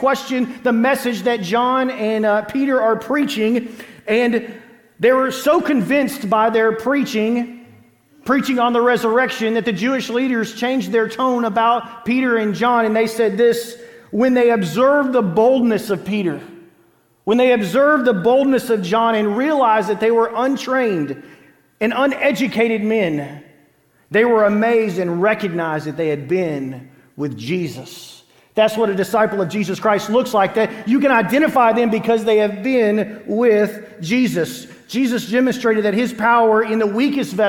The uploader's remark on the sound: Green Hill Church Live